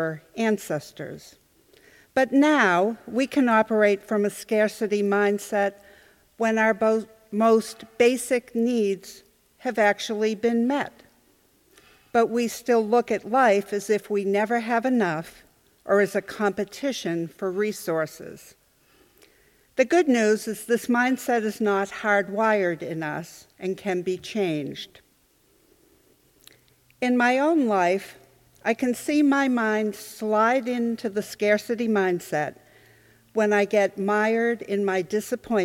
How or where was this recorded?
large echoing room